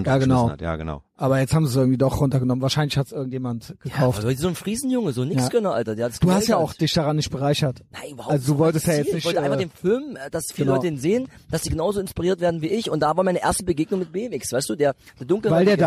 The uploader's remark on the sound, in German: Aufgenommen im Garten.